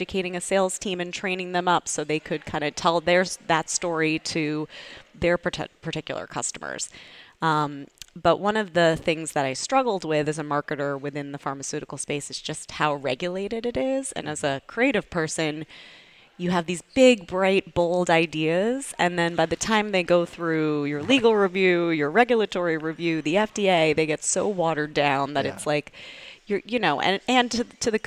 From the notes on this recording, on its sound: This episode is one of two interviews that we recorded live at Startup Boston Week at Suffolk University.